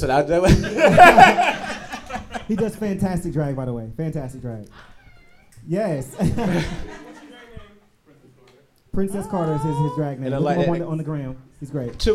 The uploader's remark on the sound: Live Show. LIVE in Charlotte, NC!!!!